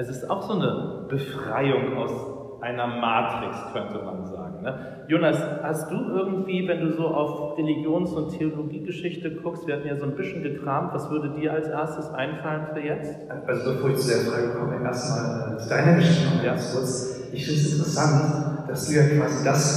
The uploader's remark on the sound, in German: Der Podcast ist eine Aufnahme aus einem Gottesdienst.